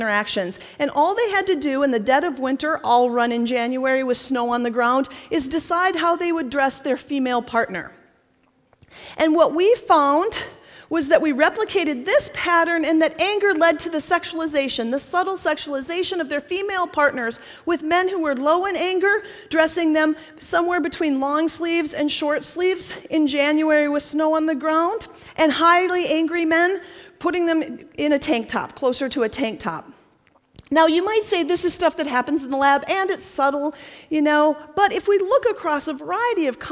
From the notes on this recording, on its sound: TEDxPSU. This talk was given at a TEDx event using the TED conference format but independently organized by a local community.